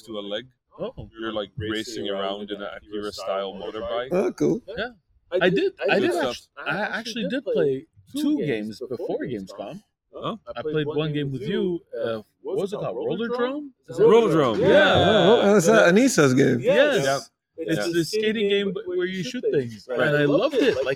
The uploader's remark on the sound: So, disclaimer: we messed up the recording. We're posting it anyway because the talk is good, but we fully understand if you can't stomach the super-echo.